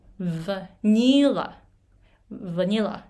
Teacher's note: ヴニーラ、ヴニラっていう発音は、にが強くならないといけない。